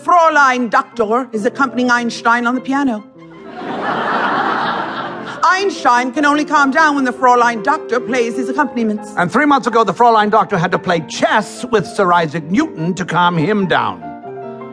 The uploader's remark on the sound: Performed in front of a live audience